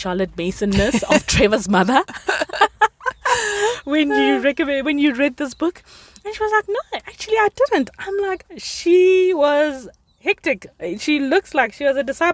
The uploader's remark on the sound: sit in the car and chat